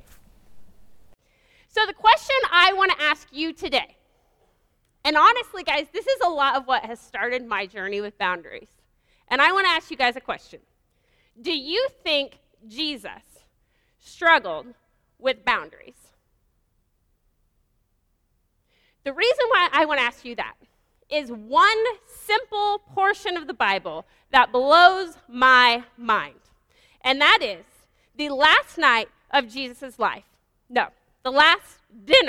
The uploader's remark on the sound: This is a live teaching done at Bykota Church service.